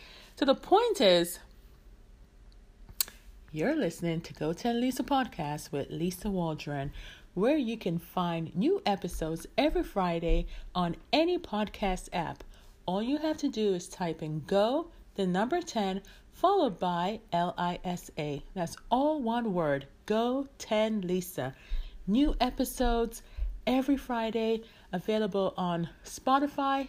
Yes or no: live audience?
no